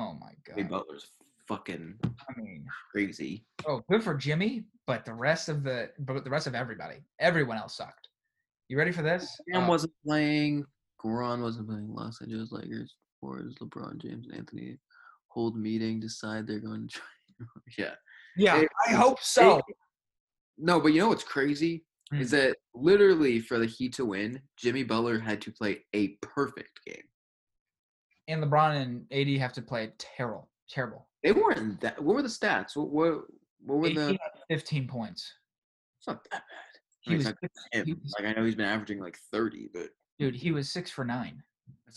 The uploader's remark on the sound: First college zoom podcast!